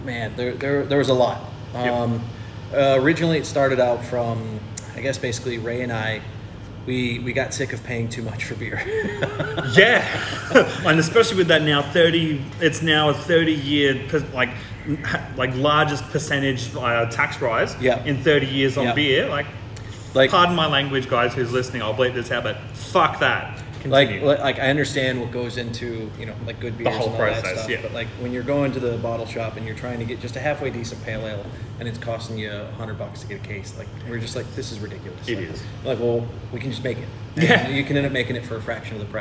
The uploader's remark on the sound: On Location at Bread & Brewery. In this episode, I went for a short trip up the M1 to Bread & Brewery in Morisset.